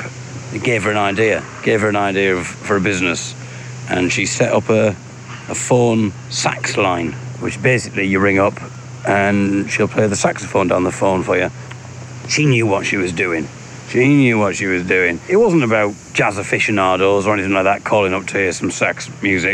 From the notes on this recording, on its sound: Here’s a little audio blog from The Regent’s Park in London, in which I get accosted by a saucy duck.